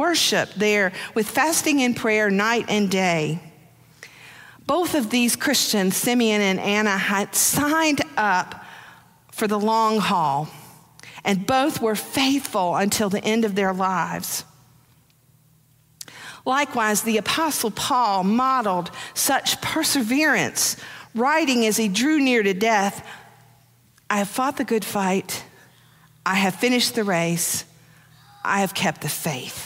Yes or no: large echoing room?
yes